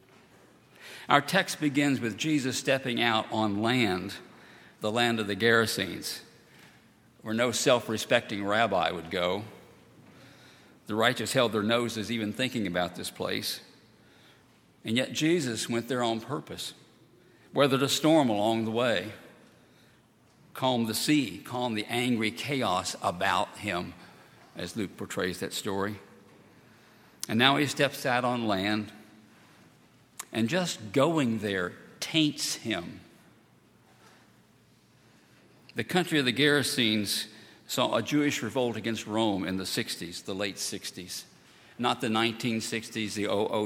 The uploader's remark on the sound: at Highland Baptist Church